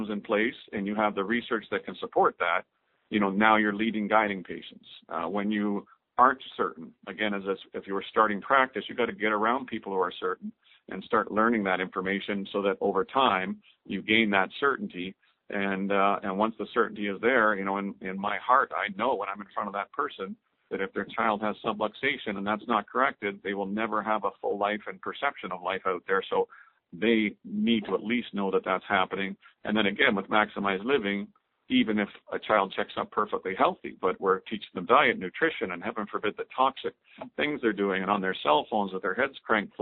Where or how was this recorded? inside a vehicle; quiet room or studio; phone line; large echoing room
phone line